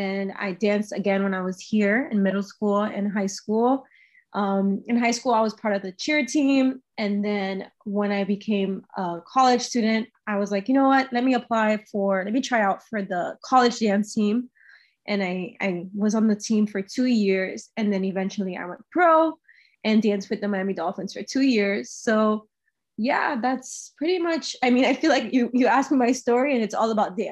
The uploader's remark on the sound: sorry about the audio quality, Zoom likes to mess with me sometimes